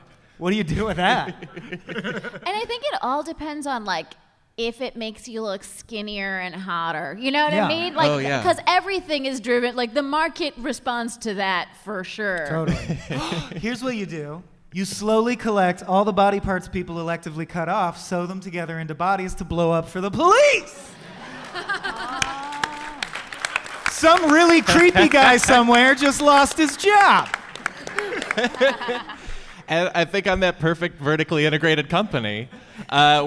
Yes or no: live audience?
yes